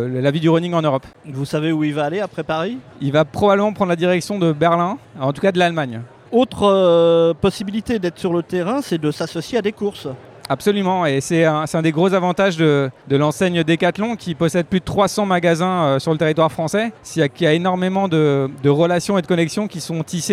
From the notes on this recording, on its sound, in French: Enregistrement : vendredi 31 mars 2023 au salon Run Expérience, à Paris